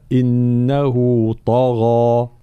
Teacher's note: طبعا الطاء مفخمة مطبقة، وكذلك الغين من حروف الاستعلاء، حرف مفخم، طبعا الغين هنا بعدها مد، والمد إذا كان معناها ألف فلا بد أن يتبع ما قبله من حيث التفخيم والترقيق، إذن هنا الألف المدي مفخمة فلا نقول طغى.